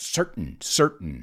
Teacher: Los americanos nos comemos la T. We have that glottal thing there